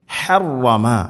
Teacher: ഹർറമ ഹ തൊണ്ടയുടെ മധ്യഭാഗം, ഹർറ റാഇന് ശദ്ദുണ്ട്.